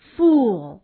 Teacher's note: 注意发音的时候呢舌尖要离开下齿，那么舌的后部要向软腭抬起，双唇呢要收圆，舌位要略微比呜低一些 · Term: 长元音